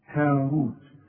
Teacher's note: الراء مضمومة وكل راء مضمومة مفخمة